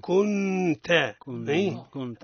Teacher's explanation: نون ساكنة إخفاء مع الغنة